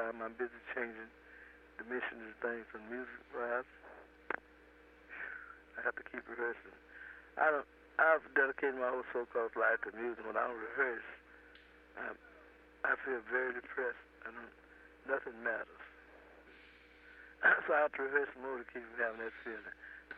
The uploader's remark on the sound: Phone call. The house in Philadelphia.